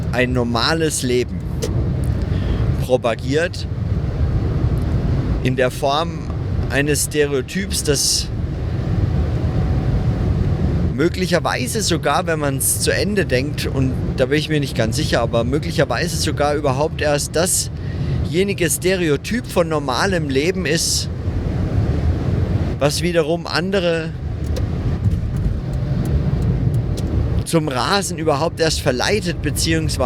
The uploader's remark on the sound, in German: auf der Fahrt von Nürnberg nach Köln - leider mit sehr schlechtem Sound